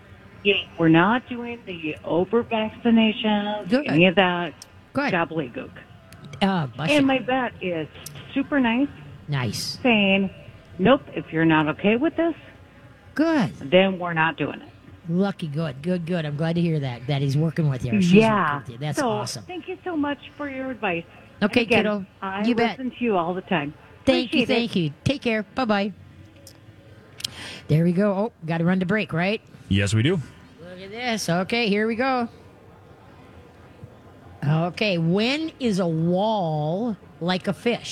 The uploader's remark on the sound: takes calls from the fair